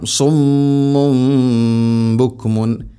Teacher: ഇവിടെ തൻവീനു ശേഷം അല്ലെങ്കിൽ സാക്കിന നൂനു ശേഷം ബ വന്നാൽ അതിനെ തൻവീനിനെ അല്ലെങ്കിൽ സാക്കിന നൂനിനെ മീമാക്കി അഥവാ ഇഖ്ലാബ് ചെയ്യണം, മാറ്റി മറിക്കണം. തൻവീനിനെയോ സാക്കിന നൂനിനെയോ മീമാക്കി ഉച്ചരിക്കണം